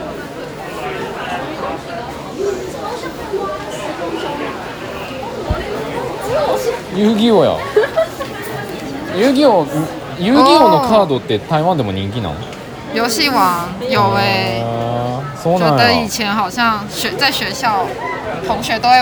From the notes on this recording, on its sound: 屋外実況 台湾アニメイト店！台湾西門町のアニメイト店で実況してみた！ We tried live stream at the Animate store in Ximending, Taiwan.